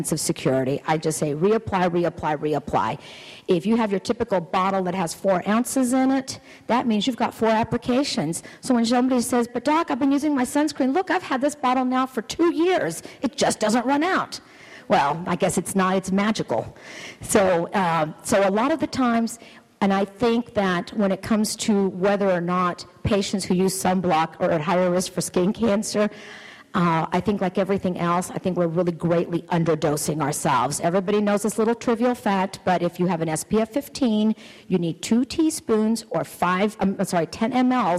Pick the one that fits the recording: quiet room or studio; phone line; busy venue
busy venue